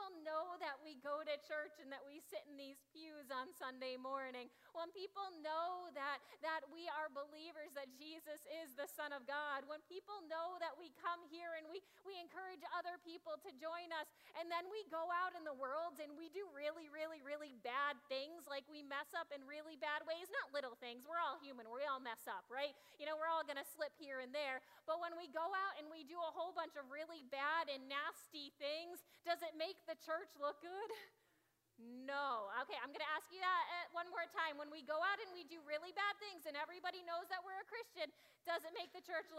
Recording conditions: large echoing room